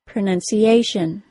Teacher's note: That means in the word pronunciation, it is the tiny syllable that only contains the letter A that is stressed